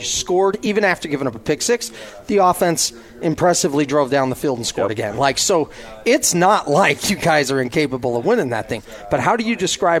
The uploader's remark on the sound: live from BYU Media Day